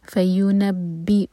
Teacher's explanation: حمزہ پر ضمہ، cut off sound clear آئے، نبی او، نبی او نہیں، فَيُنَبِّئُهُمْ هُمْ یہاں میم ایمٹی اس کے بعد با، تو میم کو ہولڈ کریں گے لائٹلی، ہونٹوں کو بند کریں گے اور 2 سیکنڈس کا ٹائم دیں گے، اس کے بعد با ادا کریں گے.